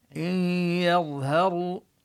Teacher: إنهم إن يظهروا، وهنا النون في إن حكمها الإدغام بغنة، تدغم بالياء إدغاما ناقصا لأن الغنة للنون. إن يظهروا الياء مرققة والظاء مفخمة، يظهروا كذلك الهاء مرققة والراء مفخمة، يعني لا ينبغي أن يخلط القارئ بين الحروف المفخمة والحروف المرققة.